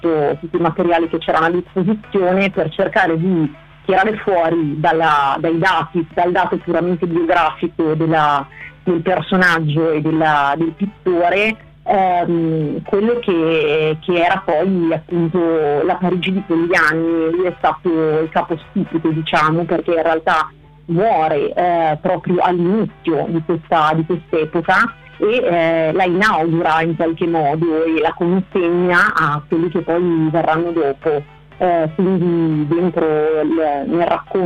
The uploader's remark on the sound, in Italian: INTERVISTA TELEFONICA